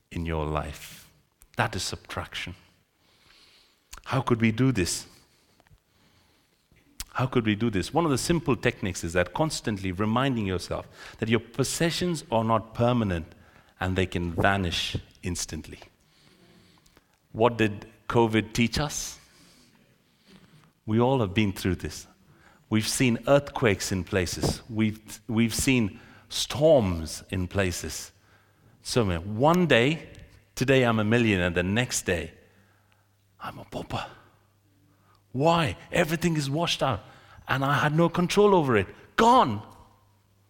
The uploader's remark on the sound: This sermon was recorded on Sunday 14th January 2024 at our Great Denham venue.